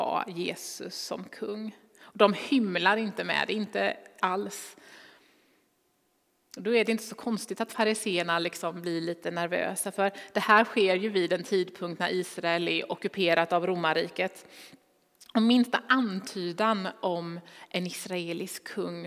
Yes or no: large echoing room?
yes